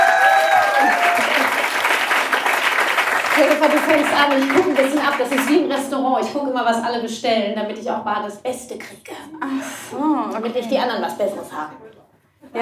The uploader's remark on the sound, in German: die ich live mit Publikum aufgezeichnet habe